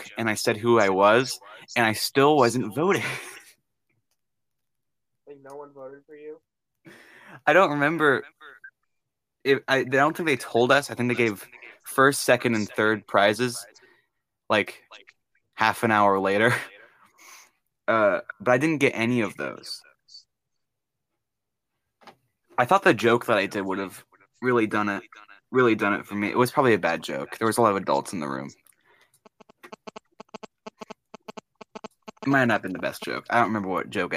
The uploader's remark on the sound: Sorry If the audio is a bit choppy.